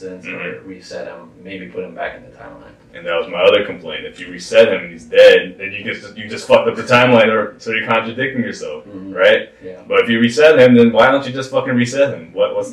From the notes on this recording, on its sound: We apologize for the low audio quality for this episode.